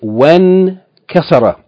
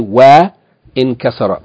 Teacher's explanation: We say when kasara, yani meaning the vowel of waw, wa, is joined directly to the noon with sukoon, and the hamzatul wasl vowel is not pronounced · Shown in: first take · We don't say wa in kasara.